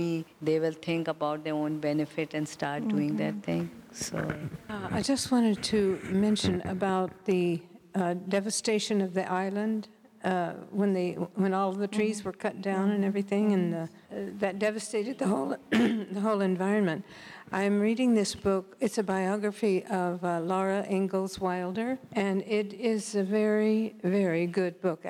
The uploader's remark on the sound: answers questions from the congregation